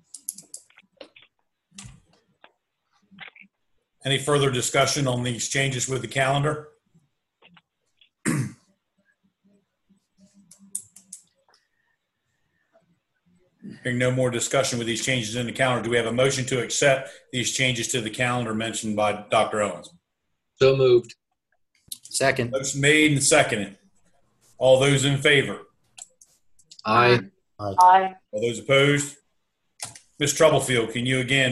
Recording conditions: video call